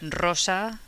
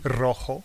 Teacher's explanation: So a double R and a word that begins with R, you have a strong re. Yeah, it's a carried on sound.